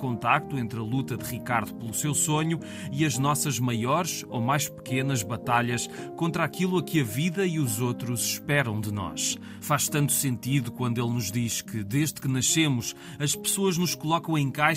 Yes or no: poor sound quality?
no